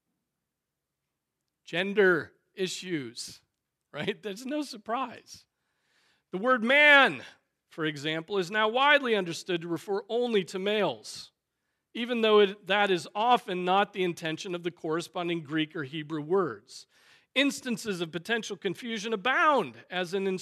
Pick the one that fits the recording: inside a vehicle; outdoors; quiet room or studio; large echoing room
large echoing room